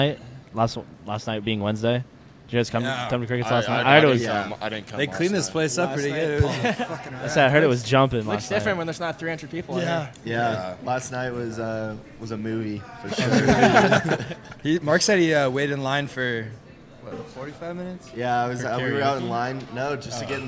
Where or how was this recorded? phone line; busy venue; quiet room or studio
busy venue